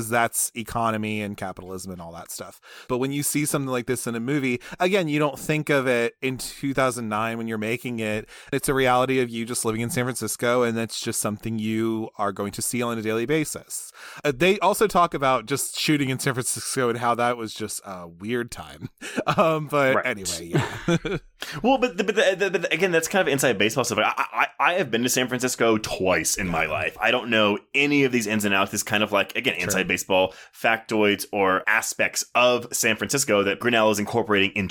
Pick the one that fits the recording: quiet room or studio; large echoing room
quiet room or studio